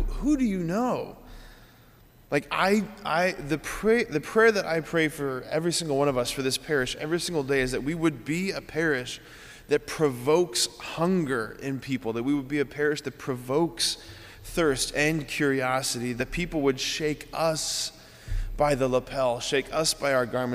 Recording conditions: large echoing room